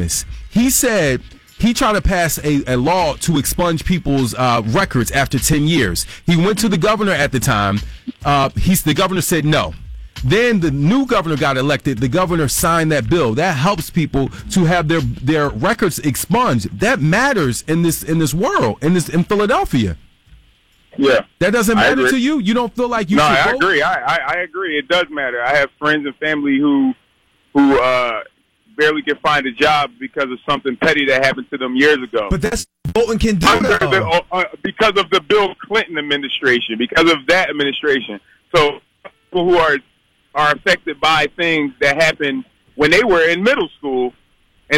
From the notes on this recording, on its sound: a friend who called